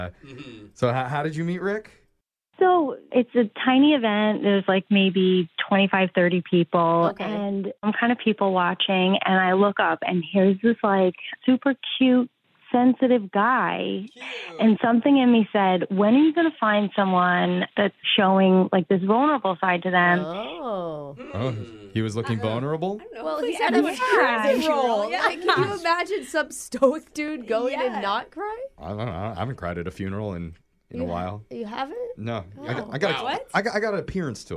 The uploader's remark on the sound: We have a listener on the phone today